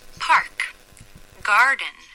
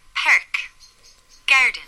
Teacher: But in an Irish accent, it's as if we smile. We smile. Making the vowel very broad as it comes forward to the front of the mouth. · Shown in: second take · Okay. So instead of park, garden, we would get perk, garden. · Term: Irish R